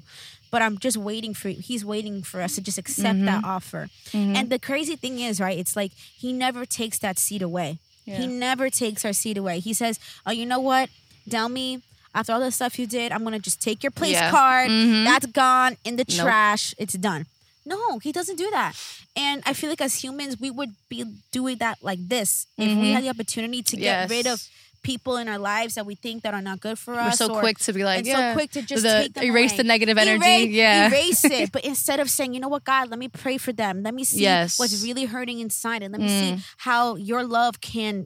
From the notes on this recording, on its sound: sit outside in their makeshift table